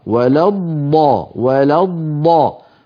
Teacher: هذه الضاد مشددة، ومعنى مشددة هي ضادان، ضاد ساكنة وضاد مفتوحة